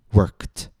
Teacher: K is voiceless. Our vocal folds do not vibrate when we say k. Therefore, we pronounce ed as t.